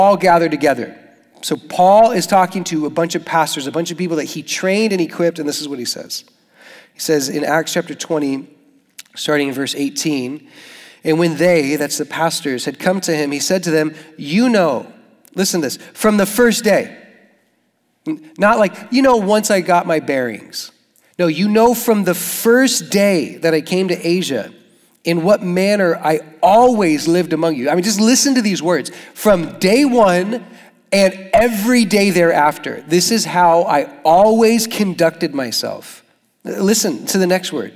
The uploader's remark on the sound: Young Adults Retreat: SFYA 24. South Florida Young Adults Conference 2024 workshop.